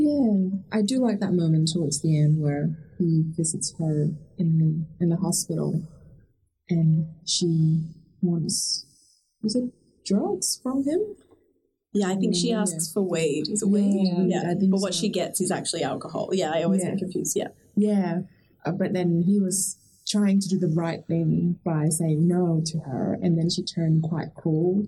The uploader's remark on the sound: Apologies for the audio issues in this episode. We were contending with new equipment and not everything went according to plan!